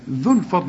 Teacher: الغي الواو لان الواو ساكنه واللام ساكنه، ذو الفضل على طول.